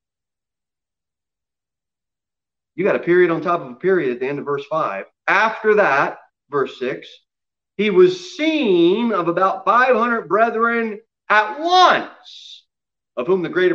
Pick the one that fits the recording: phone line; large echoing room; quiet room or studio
large echoing room